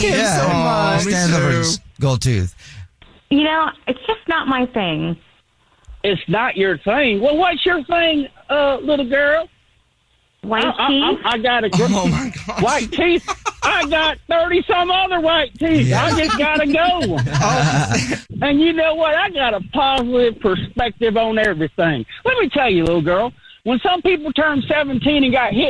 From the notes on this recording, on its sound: We get that other person on the phone